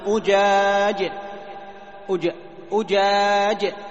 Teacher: تريد جيما صحيحة أخرجها من وسط اللسان مع المحافظة على شدتها وجهرها · Term: الجيم